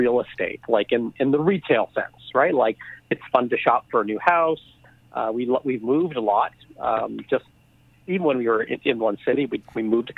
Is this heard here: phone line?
yes